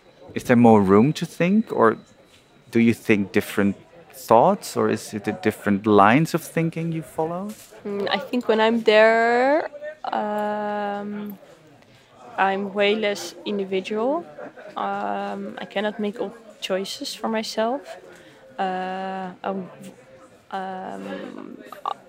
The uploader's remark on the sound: We end up in the courtyard of a fabric store in wholesale district Derb Omar. Apart from the background noise an interesting context for our conversation.